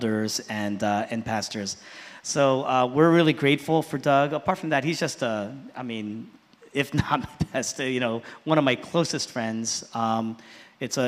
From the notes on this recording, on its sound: was originally preached in East Falls, Philadelphia on June 18, 2023